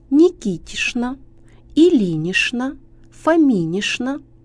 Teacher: сочетание «шн» на месте «чн» произносится в женских отчествах на «ично»